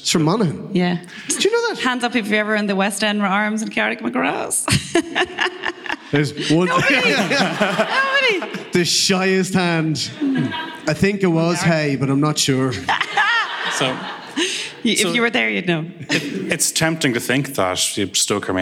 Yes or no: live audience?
yes